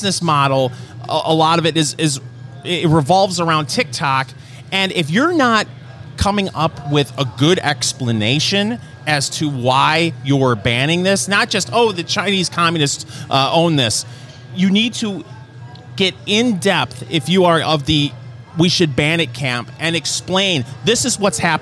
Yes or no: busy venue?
yes